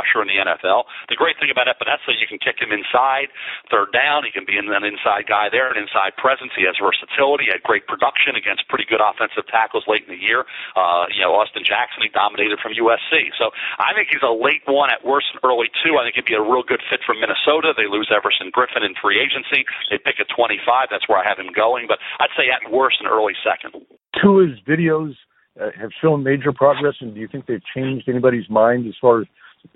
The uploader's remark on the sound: NFL Draft teleconference.